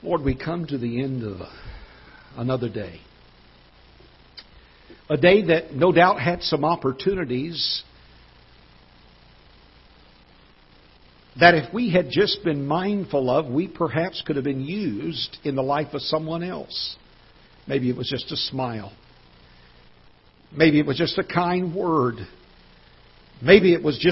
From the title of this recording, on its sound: Ketha Heights Baptist Church ~ Live Broadcast